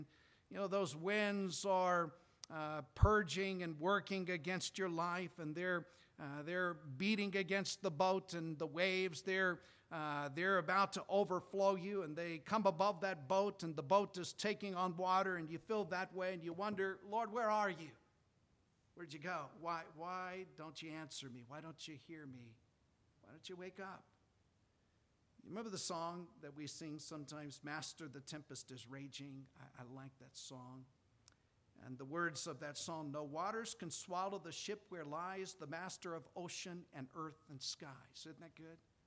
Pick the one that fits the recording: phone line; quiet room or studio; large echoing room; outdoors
large echoing room